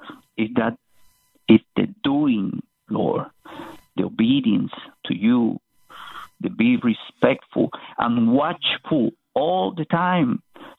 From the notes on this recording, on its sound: Lots of precious saints called in today